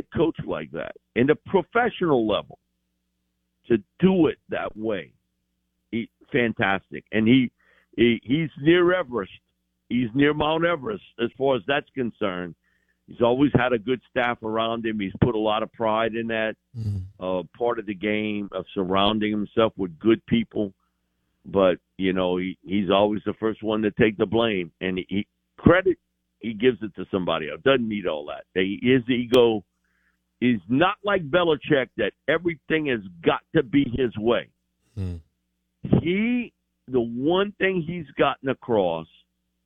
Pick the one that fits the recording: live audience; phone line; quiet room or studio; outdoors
phone line